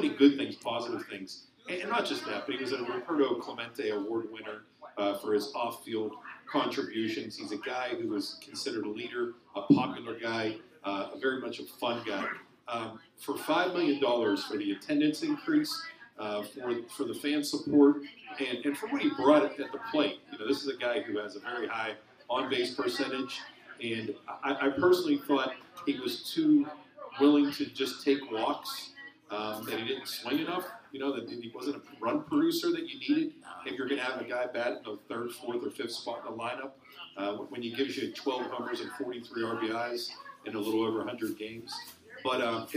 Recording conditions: busy venue